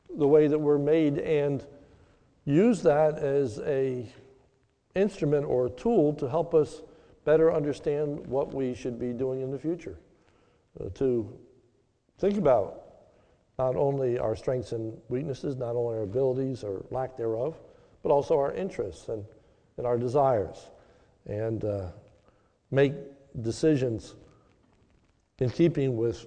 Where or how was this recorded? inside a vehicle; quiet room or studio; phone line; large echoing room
large echoing room